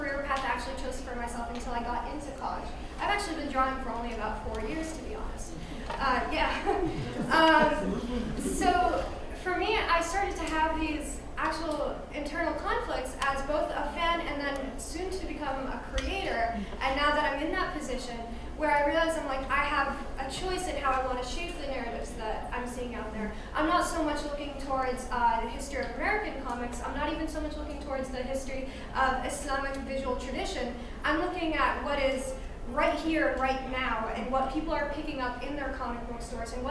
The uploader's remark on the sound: This panel at the 2017 Massachusetts Independent Comics Expo (MICE). Live at MICE 2017.